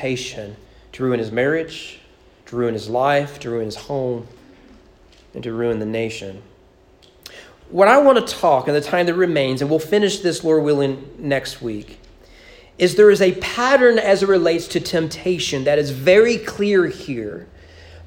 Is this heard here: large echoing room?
yes